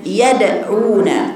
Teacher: لا مش يدعون دي أبدا، بلطف بدون تعسف، ما قولش يدعون كده أبدا كأن الدال مشددة، هي مش مشددة